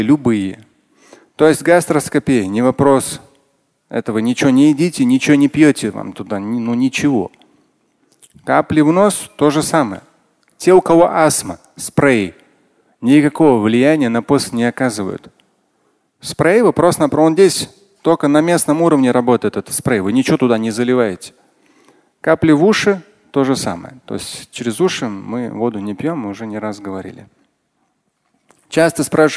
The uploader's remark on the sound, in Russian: Фрагмент пятничной лекции